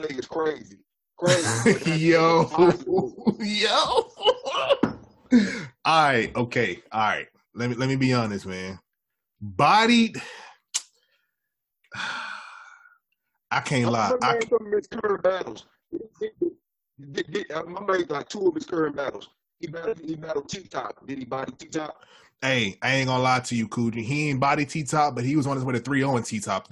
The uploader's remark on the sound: In this special unedited episode. We apologize for the audio quality as we were experiencing some technical difficulties.